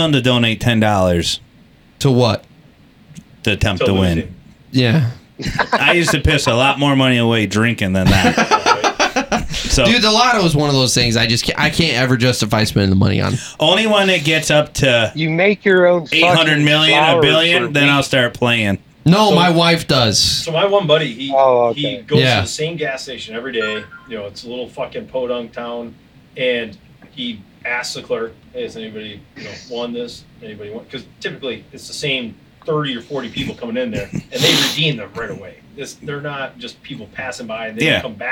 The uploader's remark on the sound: screwed up the recording the first time and managed to screw it up a second time as you'll find out